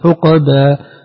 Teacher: هو خير ثوابا وخير عقوبة. سنت بإسكان، بإسكان القاف، بإسكان القاف مع القلقلة